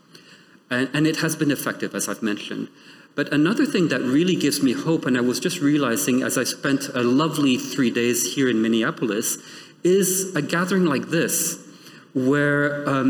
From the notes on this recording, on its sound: The following episode is a recording of the event